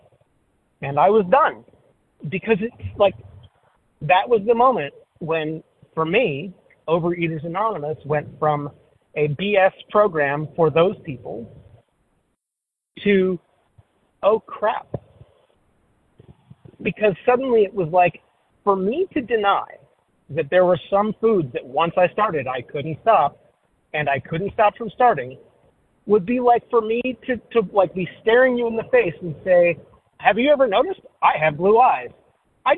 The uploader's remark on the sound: 100 Pounders Phone Meeting, 2/8/23